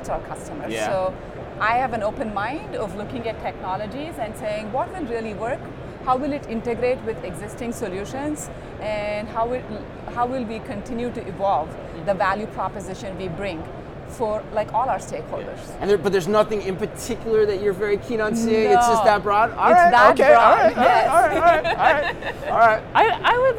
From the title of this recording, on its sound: Live From NRF 2024